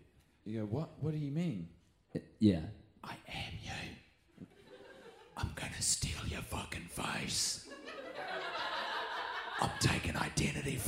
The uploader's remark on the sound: The lads are watching in front of a live audience downstairs in the concrete basement of a pizza restaurant - The Montecristo, which the boys are running as a new comedy venue in their hometown.